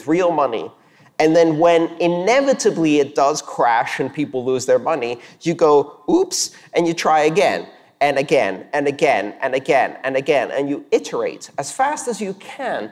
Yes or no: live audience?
yes